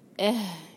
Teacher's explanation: اہ ہا کو ہم سینے سے نکالیں گے